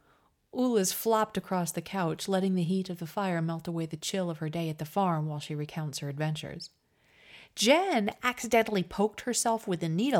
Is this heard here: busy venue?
no